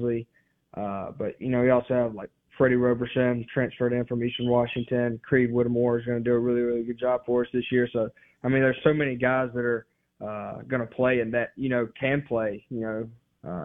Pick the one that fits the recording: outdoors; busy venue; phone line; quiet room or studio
phone line